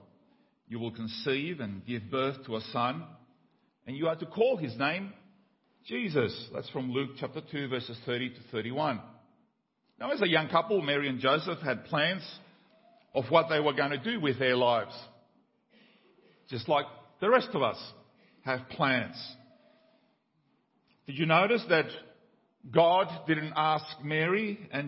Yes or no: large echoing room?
yes